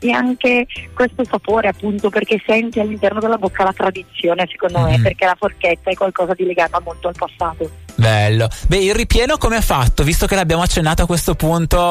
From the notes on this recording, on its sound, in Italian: Al telefono, la vicesindaco del comune di Pontoglio.